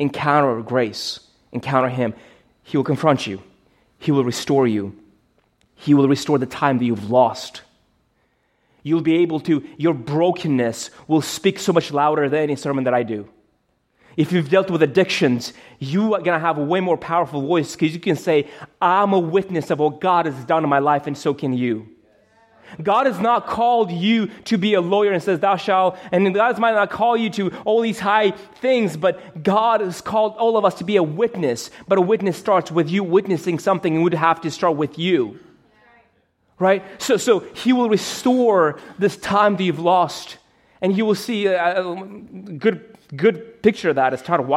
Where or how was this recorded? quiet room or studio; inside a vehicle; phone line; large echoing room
large echoing room